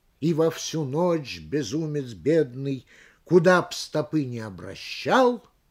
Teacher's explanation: При запятой хочется загнуть звук кверху и оставить на некоторое время верхнюю ноту висеть в воздухе. При этом загибе звук переносится снизу вверх, точно предмет с нижней полки на более высокую. · Term: голосовую фигуру запятой